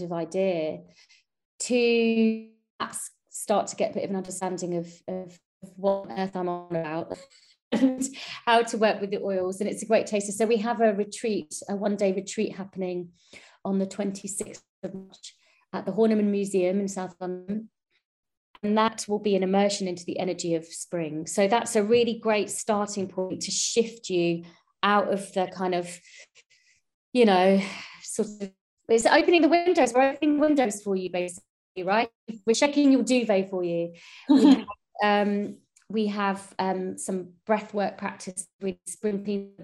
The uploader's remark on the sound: The Sound is a little glitchy due to some Wifi issues in recording